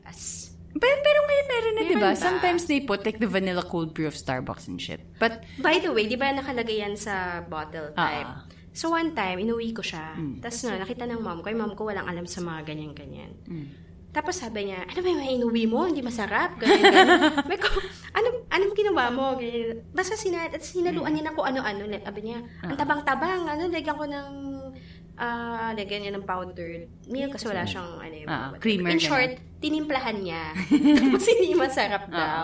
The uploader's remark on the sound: We’re still working out the audio for 3 microphones so excuse the echo/reverb sound, but we tried our best! MICKLE Microphones.